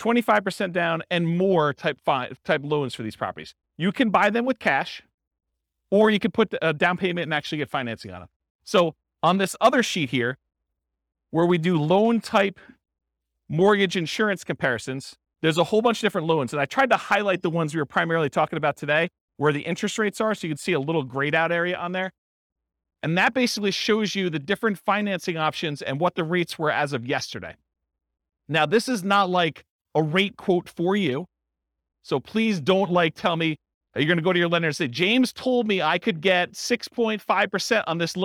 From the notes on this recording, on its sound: This was a live class recorded